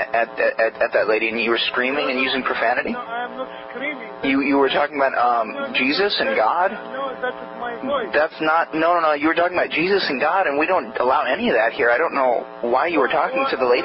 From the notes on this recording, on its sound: Prank Phone Calls